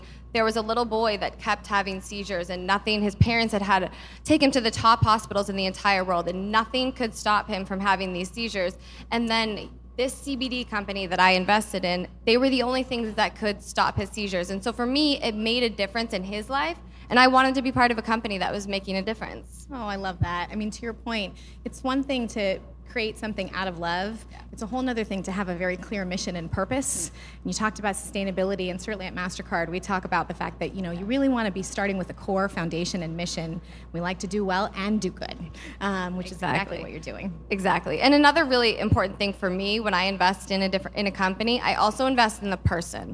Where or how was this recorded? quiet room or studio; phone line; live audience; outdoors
live audience